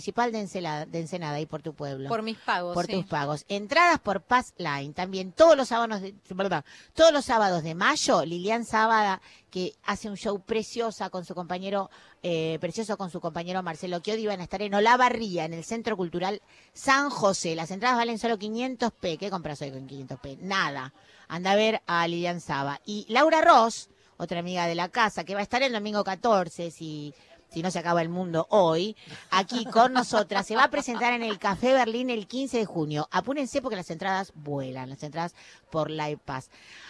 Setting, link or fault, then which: setting, busy venue